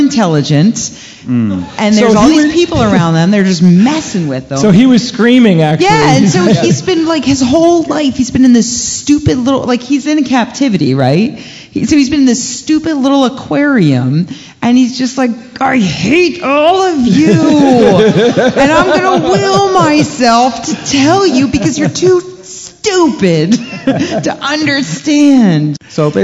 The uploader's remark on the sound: Live From CSICon 2012. Live Q&A.